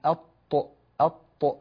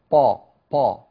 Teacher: حرف الطاء يخرج من طرف اللسان مع أصول الثنايا العليا · Shown in: first take